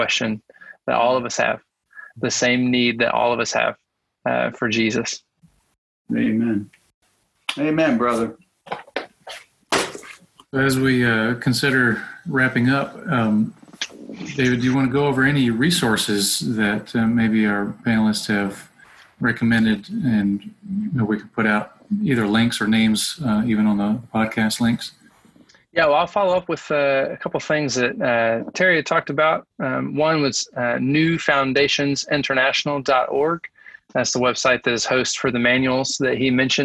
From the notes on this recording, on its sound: July's panel discussion, held via Zoom.